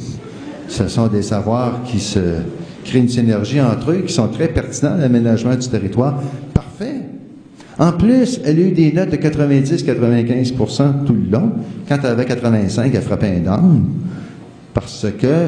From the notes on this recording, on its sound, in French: Au cours de cette conférence